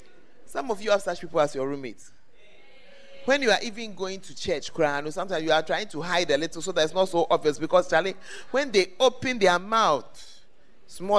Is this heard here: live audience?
yes